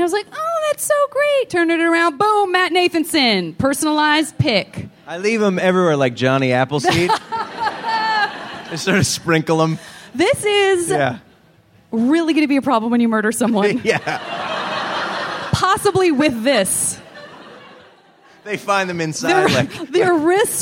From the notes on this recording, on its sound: This live episode from SF Sketchfest! Everyone onstage and in the audience.